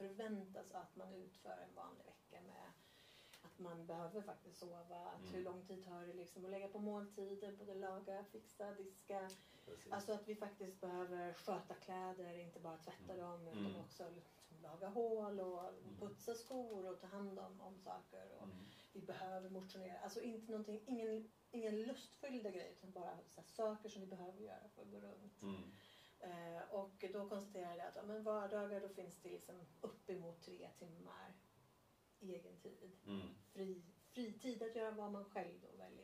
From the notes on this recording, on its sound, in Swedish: Lite dåligt ljud men en viktig podd så på med hörlurarna